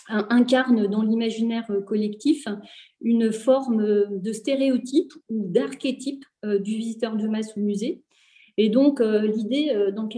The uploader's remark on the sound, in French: Enregistré sur zoom le 20 avril 2021.